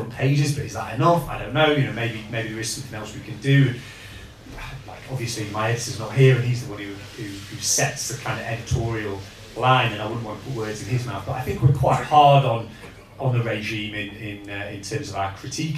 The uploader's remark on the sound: A full audio recording of the tf press forum which took place on the 1/2/18 at Tyneside Irish Centre. We are grateful to all 180 people who sold out the event.